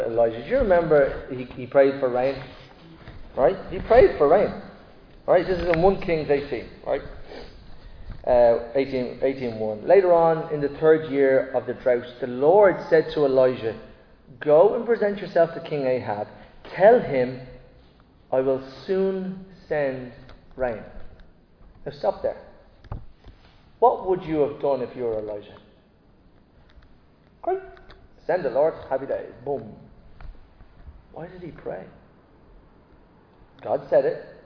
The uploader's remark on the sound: Recorded live in Liberty Church on 28 January 2024